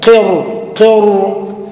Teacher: أصلها سكنة بعد كسرة، الأصل كده، ولكن جي بعدها طاء في كلمة قرطاس فتفخم